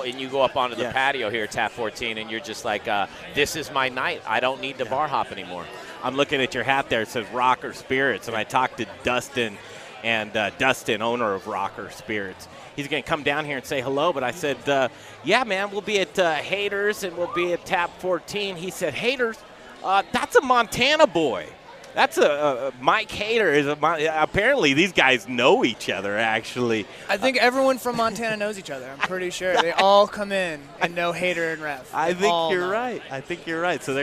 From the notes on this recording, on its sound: The Modern Eater Show Live from Tap 14 downtown!